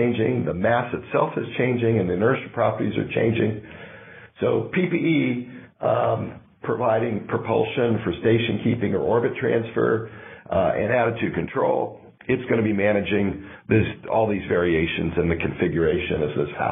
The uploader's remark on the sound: a Future In-Space Operations teleconference